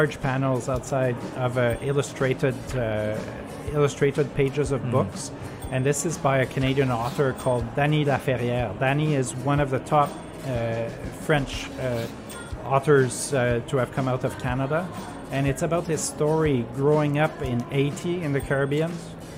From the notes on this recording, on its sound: Pulse 95 Live from Sharjah International Book Fair.